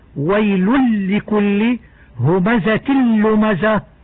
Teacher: وفي كلمتي ويل لكل همزة لمزة ندغم التنوين باللام فتقرآن ويل لكل همزة لمزة، ويسمى إدغاما كاملا لخلوه من الغنة